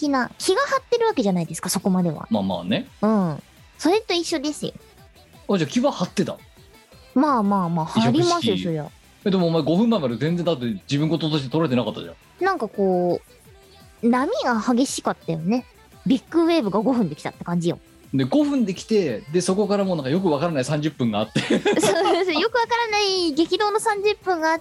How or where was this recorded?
video call